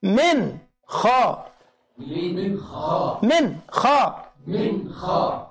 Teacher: حتى حط لك على النون سكون على النون سكون يقول لك خلي بالك دي نون. ما تقولش مين ما ينفعش غنة خالص هنا · Term: الإظهار